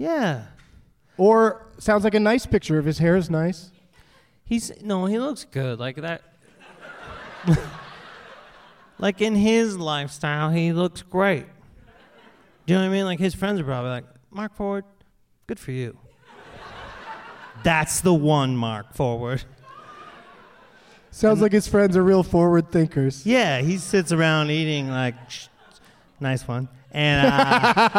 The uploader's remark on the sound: Live from the Royal Theatre in Toronto